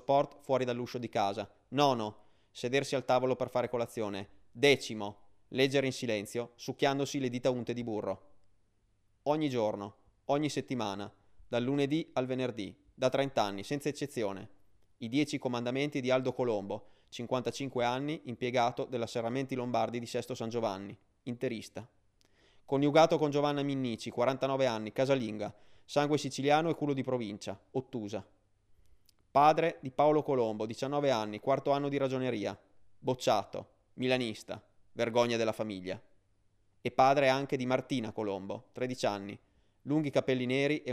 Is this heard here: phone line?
no